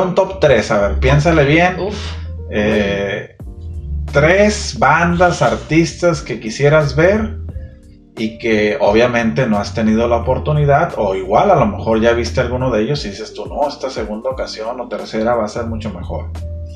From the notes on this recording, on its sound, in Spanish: ¡Lamentamos la mala calidad del sonido!